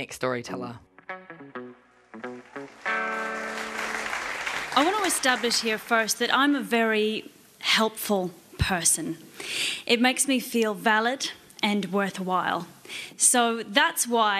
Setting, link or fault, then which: setting, live audience